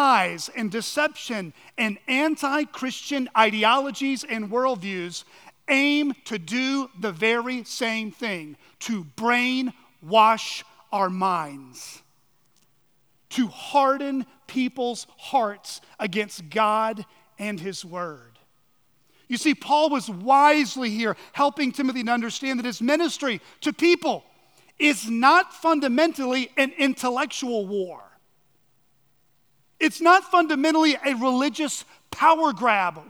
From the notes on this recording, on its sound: at Chaffee Crossing Baptist Church